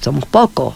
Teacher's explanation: En Tabasco tenemos la elisión de la... de la S final